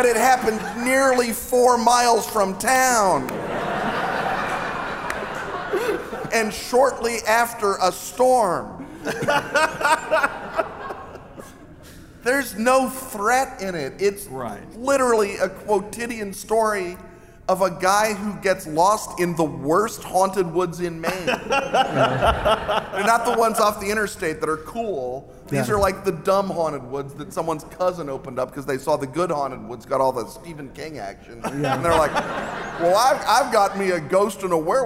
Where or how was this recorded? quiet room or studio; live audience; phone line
live audience